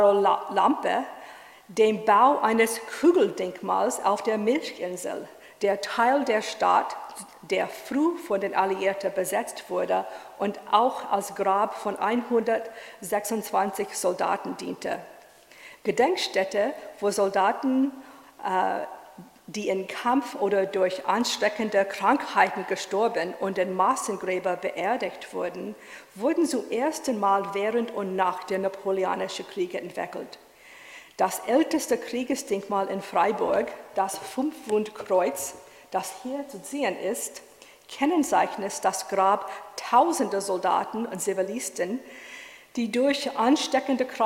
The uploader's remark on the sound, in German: In einem öffentlichen Vortrag am Historischen Kolleg in München